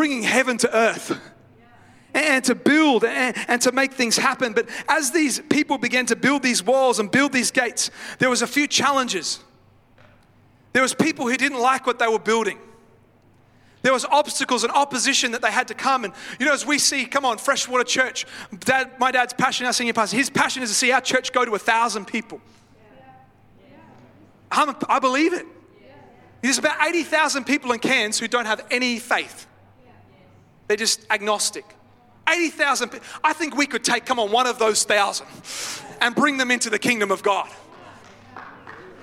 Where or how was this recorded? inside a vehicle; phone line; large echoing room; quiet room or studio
large echoing room